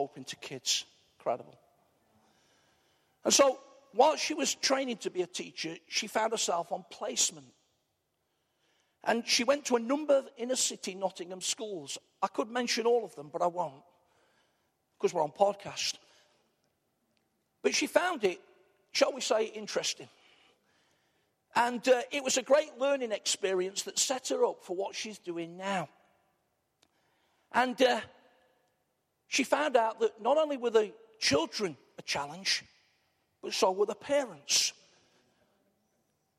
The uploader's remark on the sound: Arena church, Ilkeston